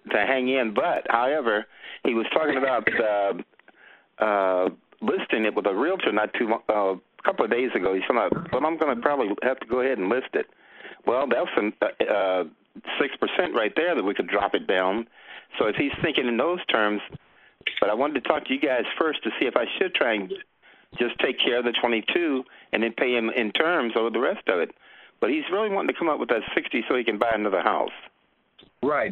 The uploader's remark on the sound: Q&A Call 2016-04-11